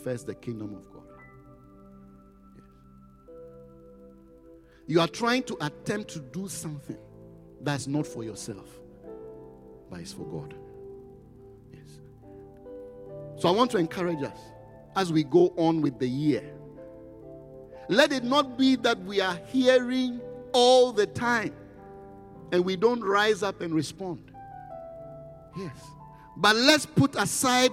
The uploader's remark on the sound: Preached at the Qodesh